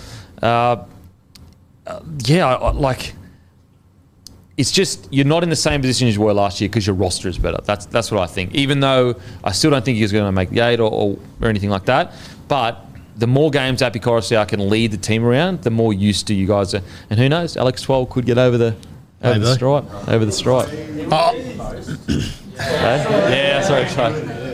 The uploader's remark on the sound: in front of our live crowd